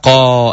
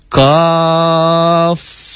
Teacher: dibaca panjangnya 3 alif atau 6 harokat · Shown in: second take · Term: mad lajim harfi